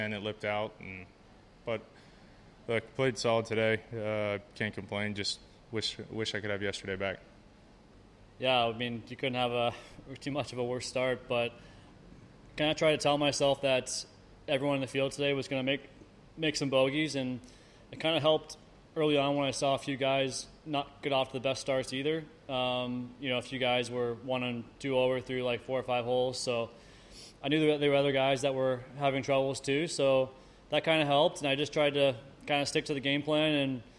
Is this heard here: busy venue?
yes